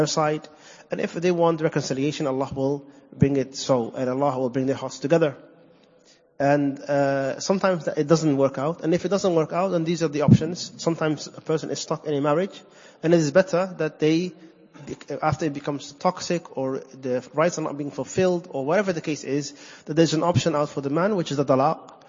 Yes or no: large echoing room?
yes